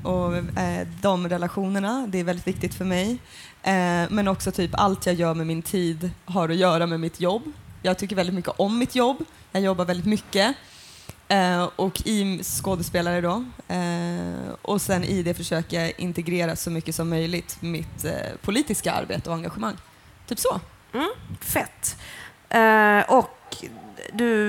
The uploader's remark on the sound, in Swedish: Avsnittet spelades in på Göteborgs filmfestival den 1 februari 2016.